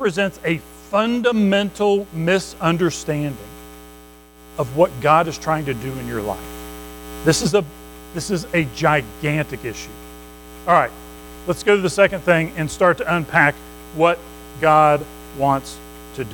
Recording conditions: large echoing room